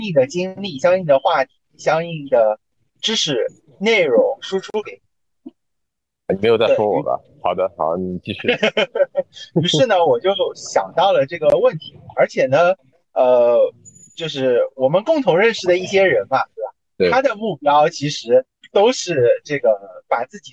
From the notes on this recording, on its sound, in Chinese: 本期为螺旋下降初期探索性质的一集节目，当时主播对于如何录制、制作、剪辑播客都是一窍不通，故标识为「全损音质」。